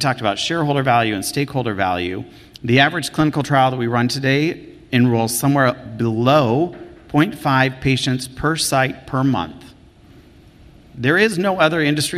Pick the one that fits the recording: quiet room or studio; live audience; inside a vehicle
live audience